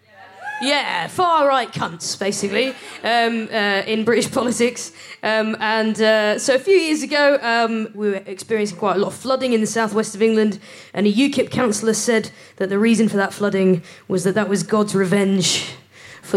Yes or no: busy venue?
yes